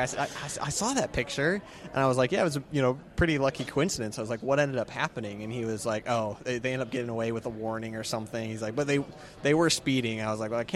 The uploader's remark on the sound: Recording from the lobby of the Amelia Island Auction hall